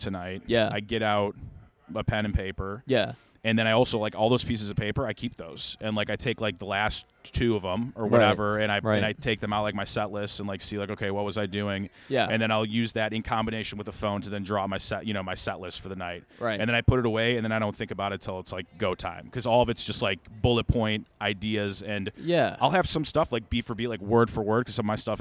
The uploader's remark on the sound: Was recorded outside the comedy open mic at Fells Point Tavern.